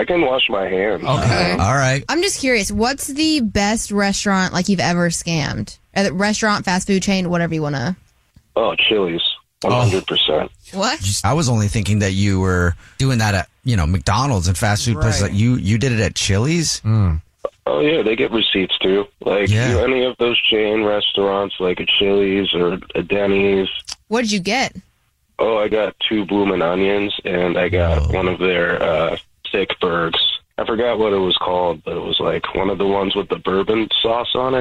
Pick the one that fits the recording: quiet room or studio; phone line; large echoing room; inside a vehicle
phone line